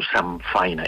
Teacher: una N amb una F fa que la N es canvi a M a l'hora de pronunciar